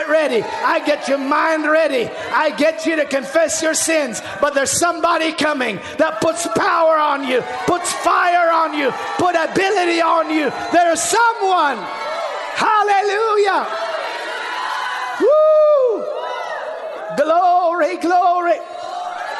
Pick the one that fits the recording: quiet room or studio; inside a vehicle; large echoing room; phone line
large echoing room